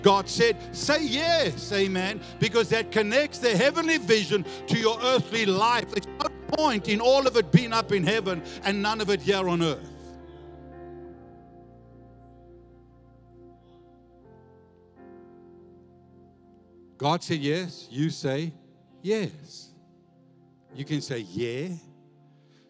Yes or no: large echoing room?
yes